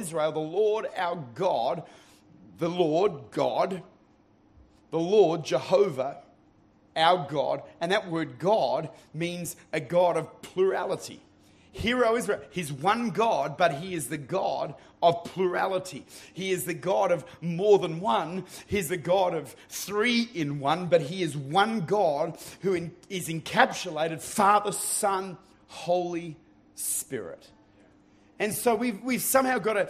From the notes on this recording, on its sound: Recorded at Lifepoint Church, Adelaide, Ridgehaven Campus.